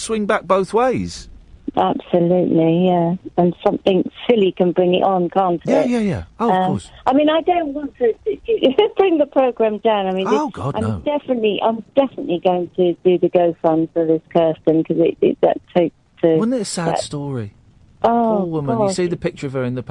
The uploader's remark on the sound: joined on the phone